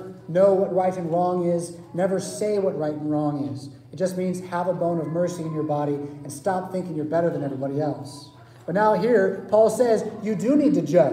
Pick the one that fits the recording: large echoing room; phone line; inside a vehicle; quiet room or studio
large echoing room